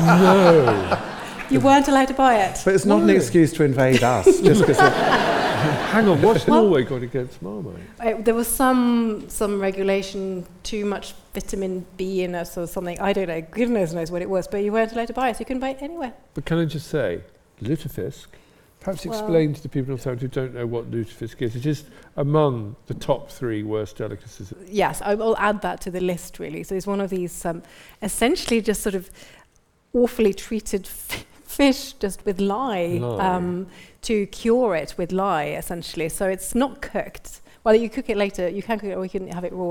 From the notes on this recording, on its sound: Recorded during their live show at The Royal in Northampton. Answer questions from the audience.